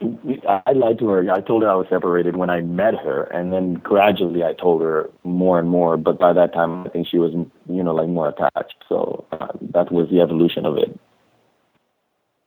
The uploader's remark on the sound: Call In Show